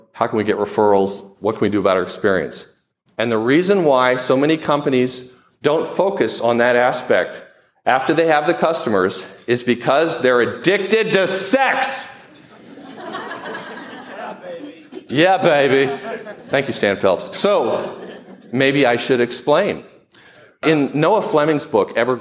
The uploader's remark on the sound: presenting the audio from a presentation I made recently to the American Marketing Association Triangle Chapter in Raleigh North Carolina